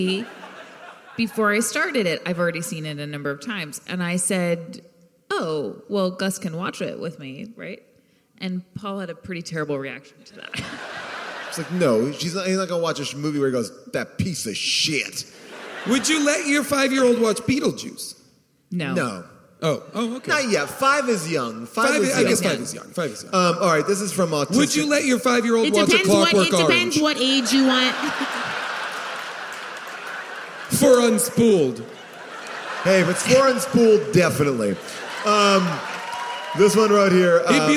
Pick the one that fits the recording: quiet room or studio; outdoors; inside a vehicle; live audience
live audience